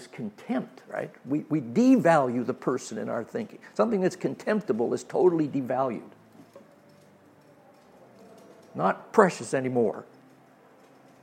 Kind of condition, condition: setting, large echoing room